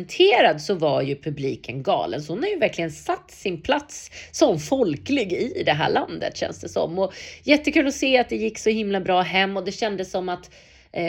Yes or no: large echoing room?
no